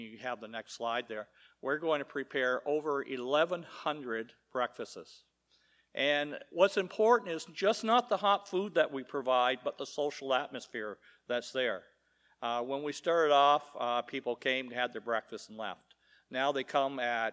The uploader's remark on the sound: Live Worship Service